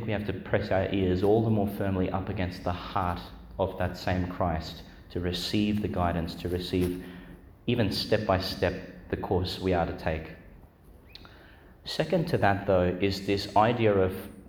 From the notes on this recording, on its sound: Homily for the Wednesday in the Fourth Week of Eastertide, delivered Our Lady Star of the Sea Church, Gladstone, Qld.